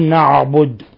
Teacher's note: ومن الأخطاء تفخيم حرف العين من نعبد